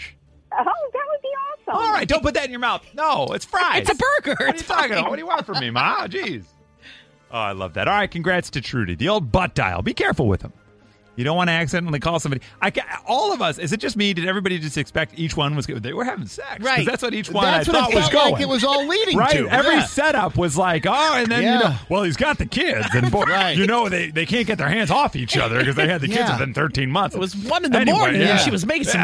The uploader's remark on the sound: Mixers called